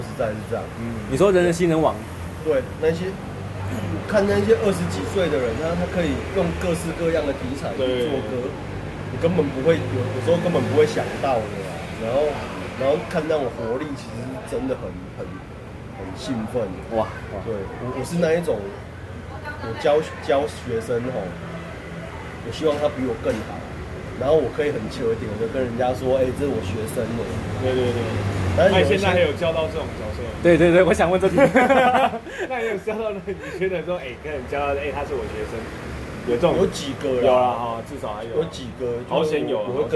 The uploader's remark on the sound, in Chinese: 錄音地點：台南 牽咖啡 Chen Coffee